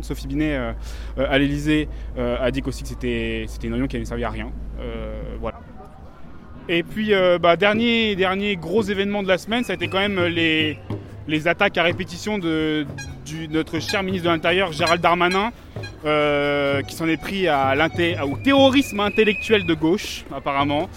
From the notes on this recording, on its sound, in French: nous étions en direct du cortège parisien